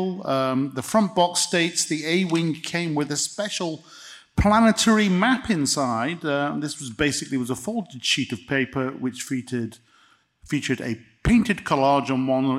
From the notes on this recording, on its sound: Star Wars Celebration 2023 Special. Recorded in front of a live studio audience at Star Wars Celebration on the Holonet Stage!